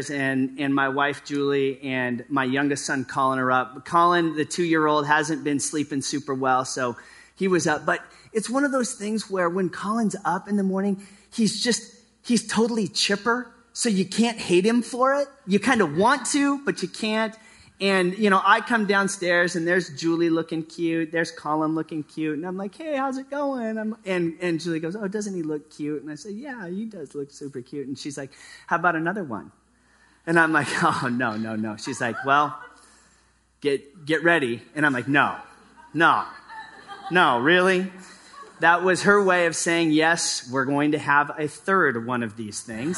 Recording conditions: live audience